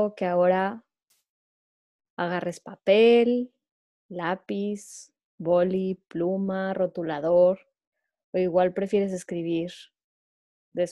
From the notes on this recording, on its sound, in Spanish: Audio del Evento Online que organizamos el 30 abril 2020